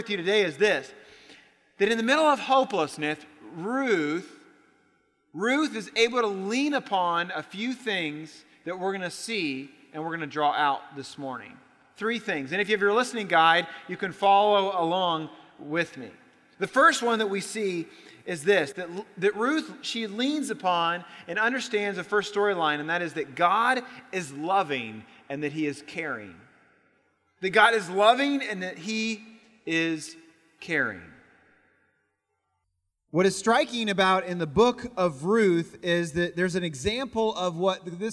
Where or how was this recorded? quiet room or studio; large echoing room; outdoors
large echoing room